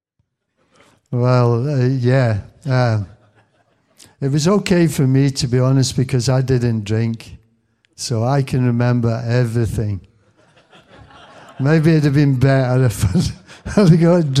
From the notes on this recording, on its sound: the best bits from the recent Q&A at the launch